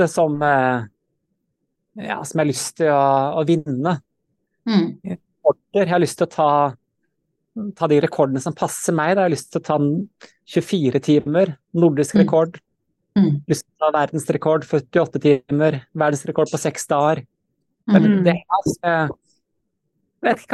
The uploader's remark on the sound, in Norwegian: på Zoom, rett fra sola i Arizona